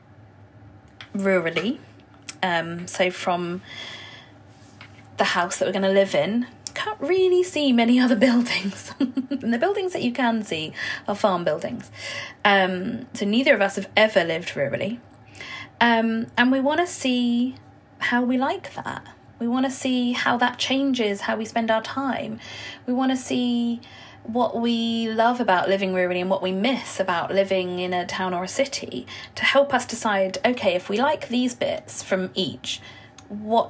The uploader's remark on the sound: In this (wholly unscripted!) episode recorded in the company of my boiler.